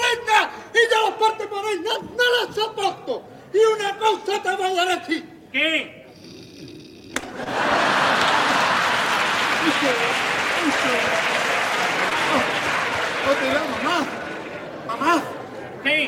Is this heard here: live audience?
yes